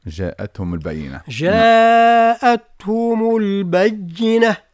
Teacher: وجاءتهم مد واجب متصل، يعني ضعف المد الطبيعي